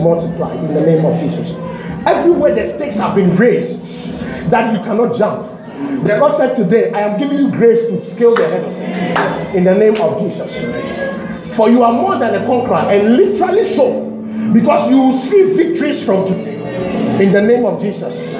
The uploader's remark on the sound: This message was preached at the July edition of the TOTS Service.